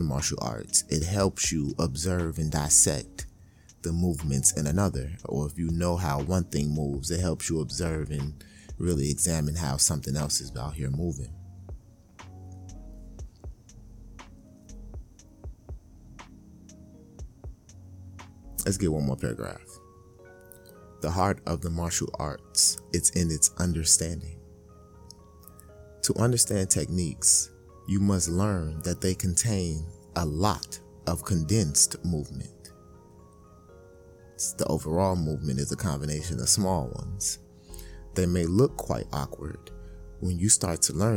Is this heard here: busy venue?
no